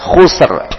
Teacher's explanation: maka ro-nya juga dibaca tebal, kena disukunkan. Kemudian sebelumnya juga sukun, sebelumnya dhamma, maka dibaca tebal, dibaca khusr.